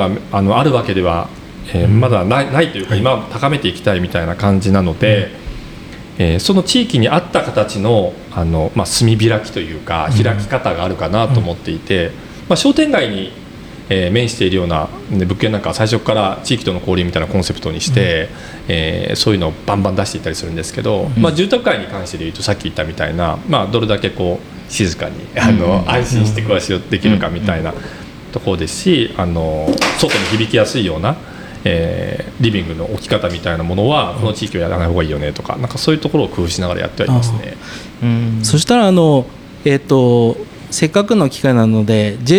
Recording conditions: busy venue